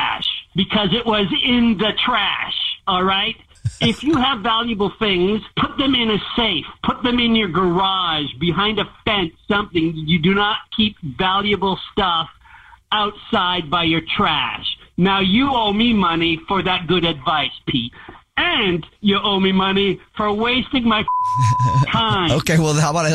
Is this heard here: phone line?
yes